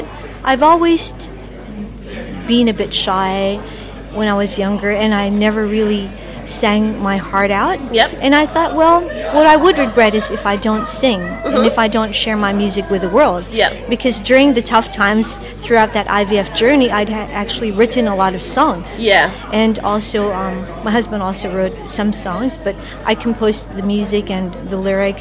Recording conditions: busy venue